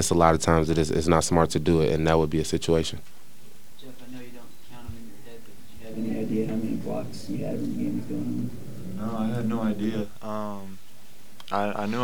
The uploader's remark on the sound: Press Conferences & Post-Game Interviews. Talk to reporters following the Jayhawks' 70-57 victory over San Jose State.